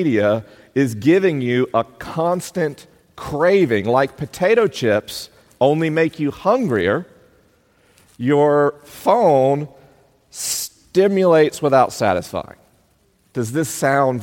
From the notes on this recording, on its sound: LIVE in Columbus, OH. This week is a live episode: the questions are unscreened and the answers are unrehearsed. I'm traveling around the country on tour.